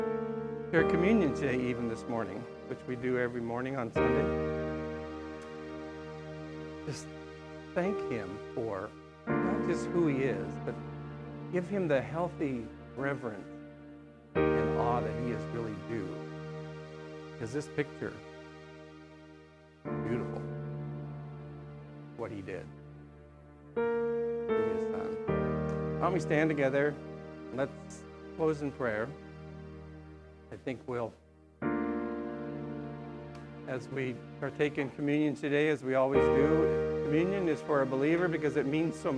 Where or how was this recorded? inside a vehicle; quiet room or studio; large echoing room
large echoing room